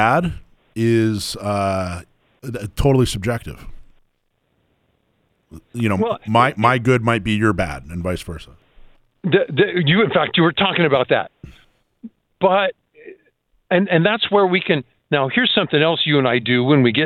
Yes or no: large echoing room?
no